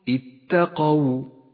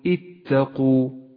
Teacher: والآن احذر من اللحن عندما تقرأ كلمة اتقوا، وتنبه إلى أن حرف القاف جاء مفتوحا وليس مضموما · Shown in: first take · قل اتقوا ولا تقل اتقوا فإنه خطأ شائع.